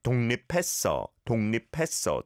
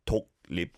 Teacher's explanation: Right, it's spelt 독 and lip, but the 기역받침 of 독 blends with the 리을 of lip and it goes to 독립. 독립, almost like an ing sound rather than a kiok sound · Shown in: first take · It's not tok lip, tong lip, tong lip.